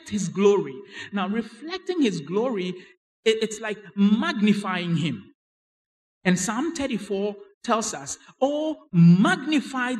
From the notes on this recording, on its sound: Sermon preached at CBC Adabraka Campus